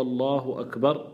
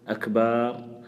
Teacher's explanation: المجزئ فيها هو الله أكبر بتقديم لفظ الجلالة ومدها مدا طبيعيا · Shown in: first take